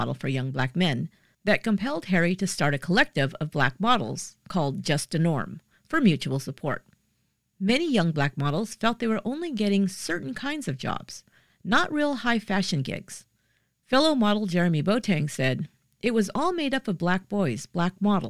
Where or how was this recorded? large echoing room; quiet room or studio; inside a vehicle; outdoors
quiet room or studio